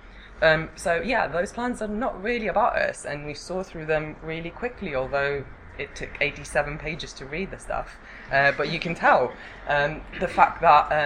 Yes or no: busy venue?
yes